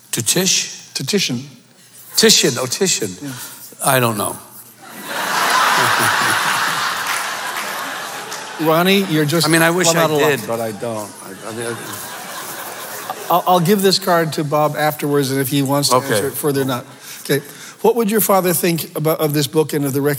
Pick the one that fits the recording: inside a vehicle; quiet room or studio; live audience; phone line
live audience